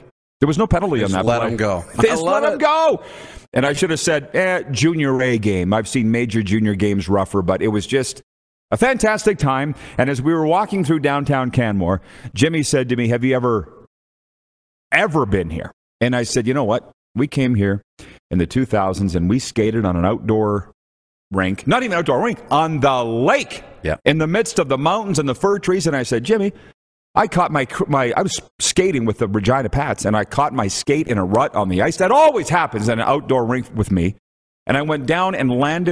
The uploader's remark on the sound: LIVE from the Grey Eagle Resort and Casino and the doors are open for a live audience!